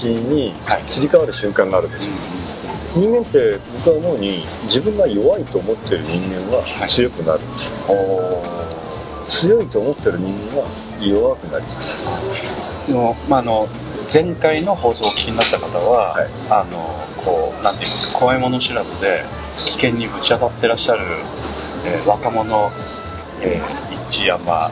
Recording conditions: background noise